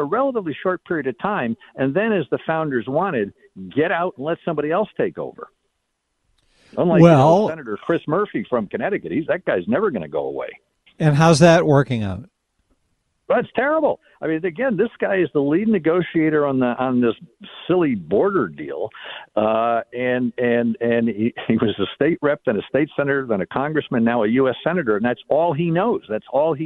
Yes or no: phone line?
yes